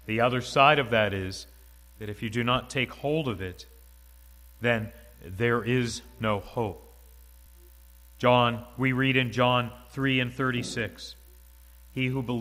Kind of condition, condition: setting, large echoing room